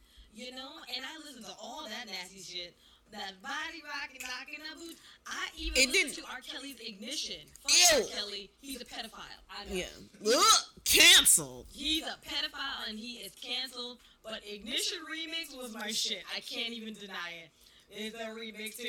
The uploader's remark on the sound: Apologize in advance for the audio issue.